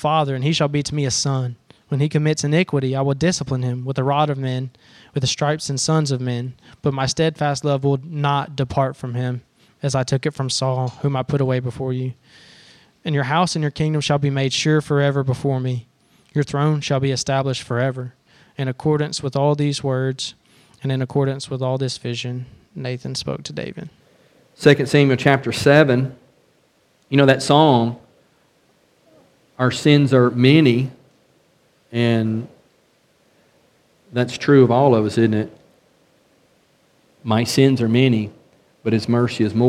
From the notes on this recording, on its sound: A study of 2nd Samuel from the pulpit of Beaver Baptist in Brighton, Tn.